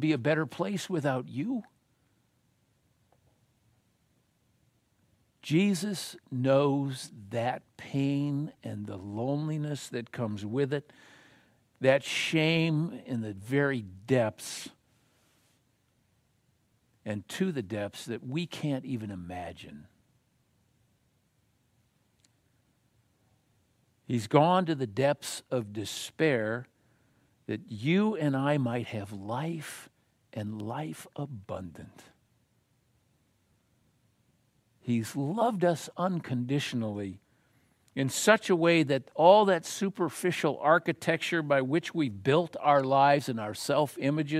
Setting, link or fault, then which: setting, large echoing room